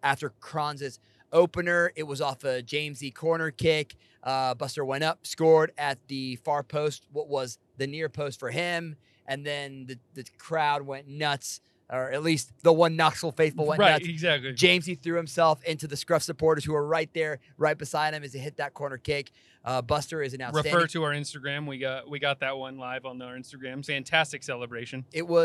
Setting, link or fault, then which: setting, inside a vehicle